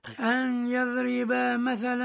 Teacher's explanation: النون عند الياء، النون الساكنة شو حكمها؟ الإدغام مع الغنة